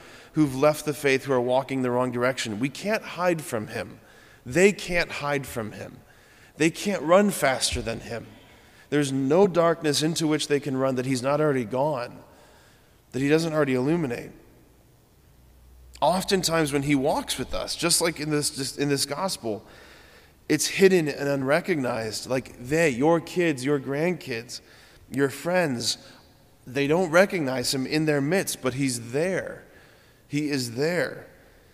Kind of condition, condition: setting, large echoing room